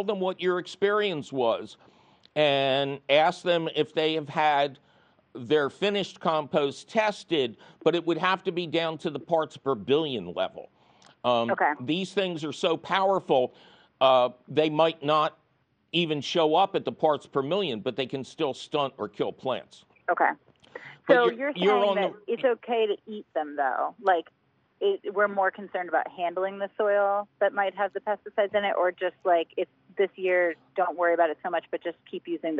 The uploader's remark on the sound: Your fabulous phone calls!